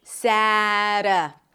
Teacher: the T is a flap T, so it sounds like a D or like a very short R sound in some languages. Sada. Then you drop the tongue to a schwa.